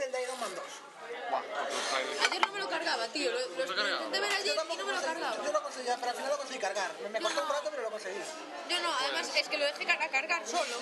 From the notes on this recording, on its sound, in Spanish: Lo grabamos en un bar,de nuevo. Episodio Grabado en Lugo en una excursión al teatro que hicimos. Lo grabamos en un bar,de nuevo.